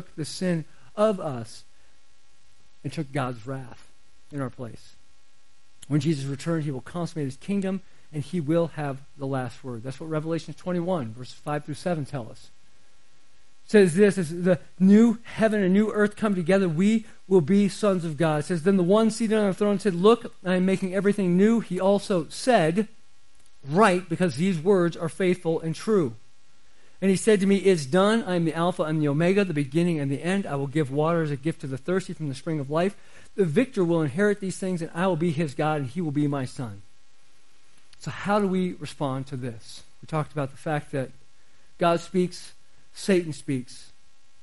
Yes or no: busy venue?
no